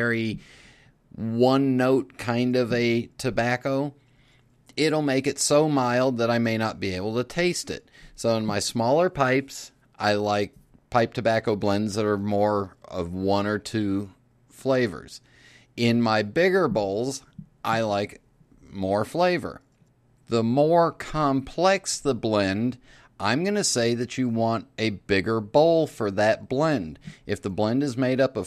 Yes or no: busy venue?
no